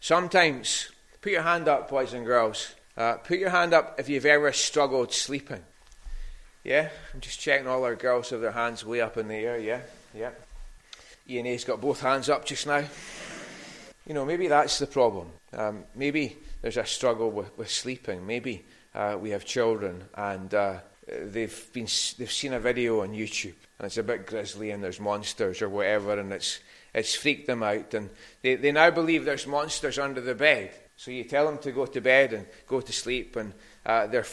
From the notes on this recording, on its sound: recorded at North Harris Free Church on the evening of Sunday 9th October 2022